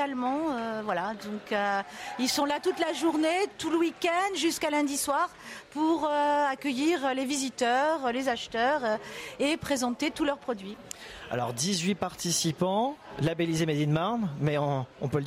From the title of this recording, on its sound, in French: RCF en direct de la 77e Foire de Châlons